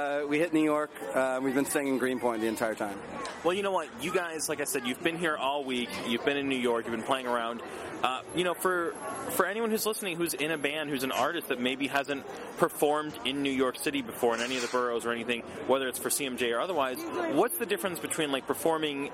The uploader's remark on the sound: Standing outside of Webster Hall